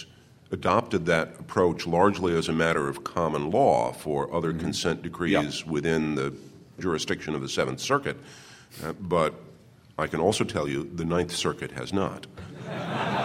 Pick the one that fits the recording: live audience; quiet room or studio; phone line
live audience